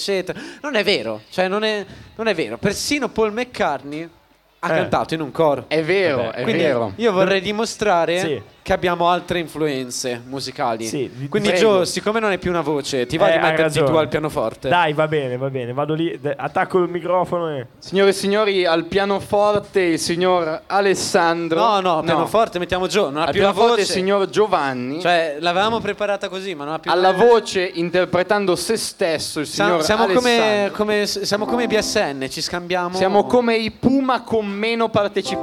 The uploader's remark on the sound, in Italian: siamo saliti sul palco della Festa della Birra di Lacchiarella 2023